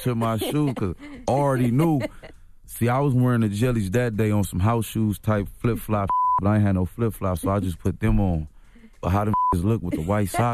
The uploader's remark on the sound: we opened up the phone lines to see what our listeners would do